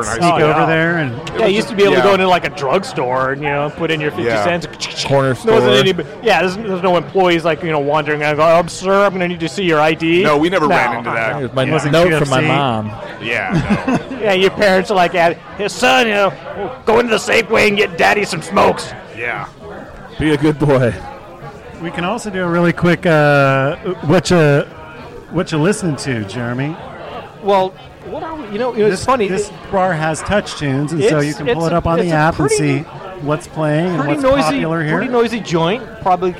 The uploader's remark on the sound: The Northlake Tavern & Pizza House in the University district. Recorded live at the The Northlake Tavern & Pizza House.